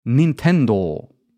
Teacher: And interestingly enough, you might have noticed this already, if you want to pronounce the name in the way that it's written in Japanese, then it's actually not Nintendo. The stress is a little bit different, and you have to prolong the O a little bit. So it would be pronounced as Nintendo in the original Japanese pronunciation.